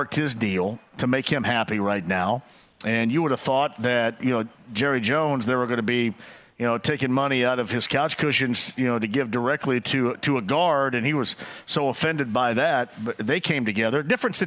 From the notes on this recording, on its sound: Live From Twin Peaks. As well as by taking a call on the Colts!